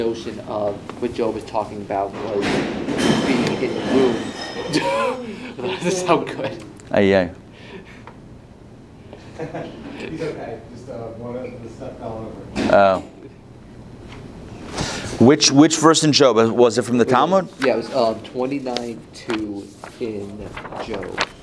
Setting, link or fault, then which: setting, live audience